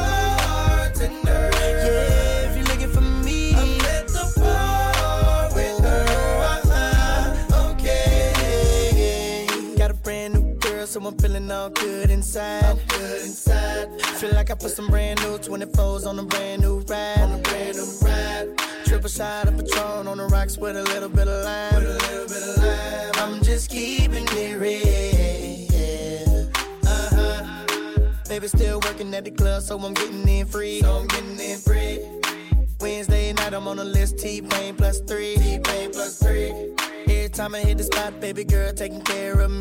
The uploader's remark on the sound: Live set from Friends With Benefits Episode 2 inside Broadway Bar